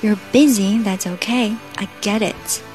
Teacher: 因为 it 在句末，所以我们就不要把 it 的那个小 t 给吃掉了，要把它发出来